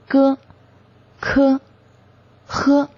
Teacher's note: 舌根音就是舌面的后部与软腭接触或者是接近阻塞气流而形成的音